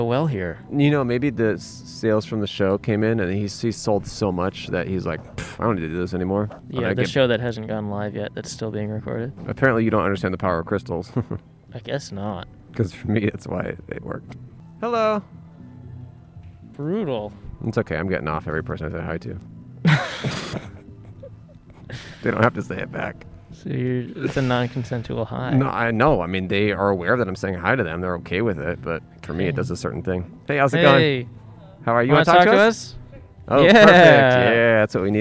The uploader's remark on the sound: We set up outside a flea market to see what sort of old crap people bought. Recorded on 1/16/21 at John Marshall High School in Los Angeles.